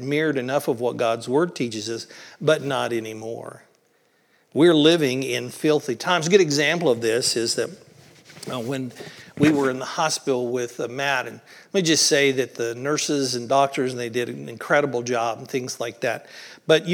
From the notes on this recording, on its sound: Originally recorded on April 16th, 2023 at the Palestine Church of Christ.